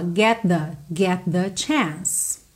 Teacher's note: Get com the junta num som só.